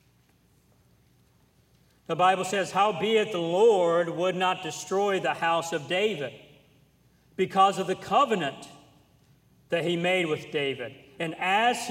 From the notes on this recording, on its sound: during the Wednesday Evening service on July 26, 2023, at North Valley Baptist Church in Santa Clara, California